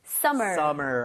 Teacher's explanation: M이 두 개 있지만 이걸 굳이 이렇게 나눠서 발음하지는 않아요. Summer 이렇게 하지 않습니다.